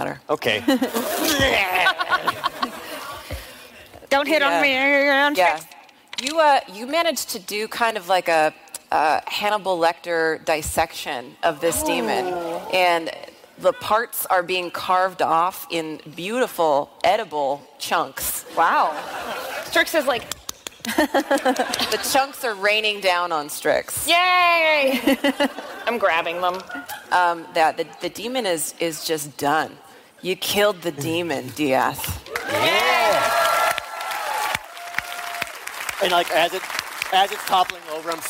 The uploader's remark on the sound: special episode live from PAX East 2019